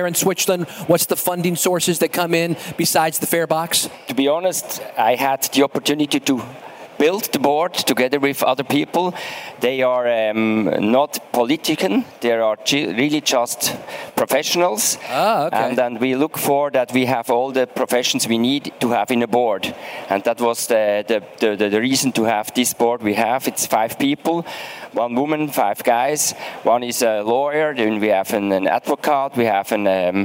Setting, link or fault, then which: setting, busy venue